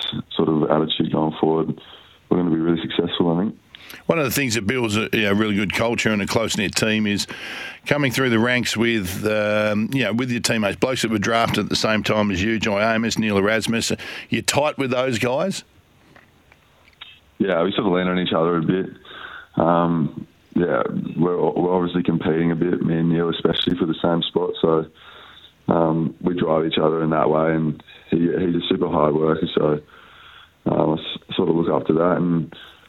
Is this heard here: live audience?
no